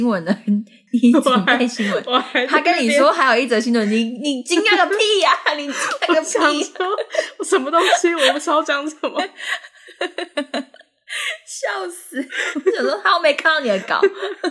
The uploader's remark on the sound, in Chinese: 直播節目會有一些現場音或不可抗力干擾。